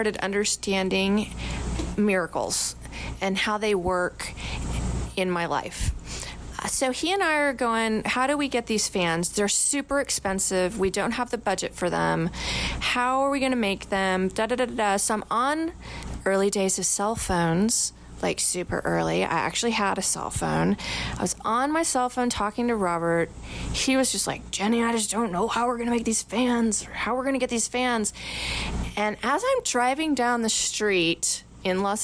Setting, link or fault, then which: fault, sounds in the background